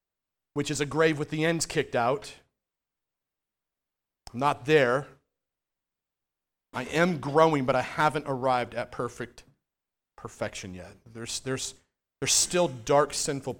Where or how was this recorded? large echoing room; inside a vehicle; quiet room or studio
large echoing room